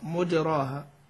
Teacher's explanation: طيب ونقص عن حفص مجراها ضم ميمه ولم يمل الراء، قرأ بضم الميم وبدون إمالة للراء مجراها